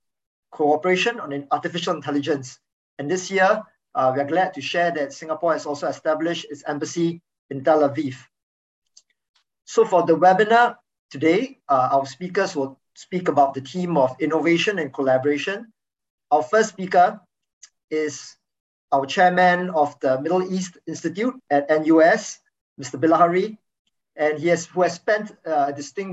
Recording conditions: video call